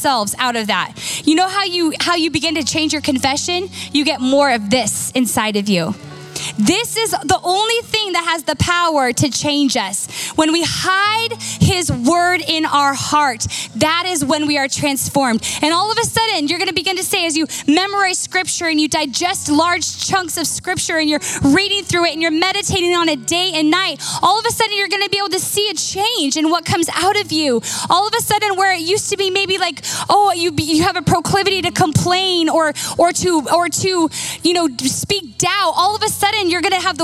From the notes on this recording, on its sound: Recorded live from Capital Church in Meridian, Idaho.